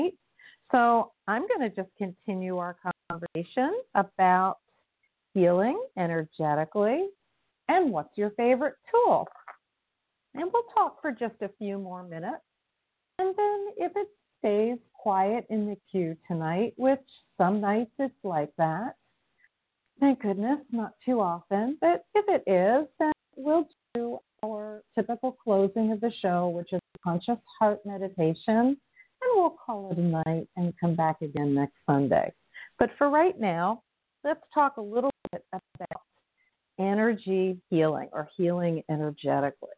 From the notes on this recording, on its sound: in response to callers' questions